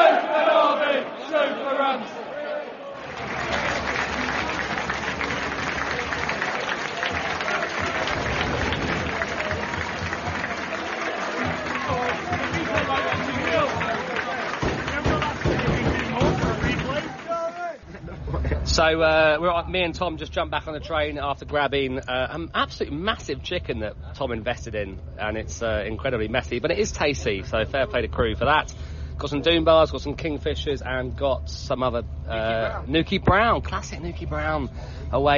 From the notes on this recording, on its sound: Recorded live from the away end. As Warne's Rams travel to Crewe Alexandra in the first round of the FA Cup.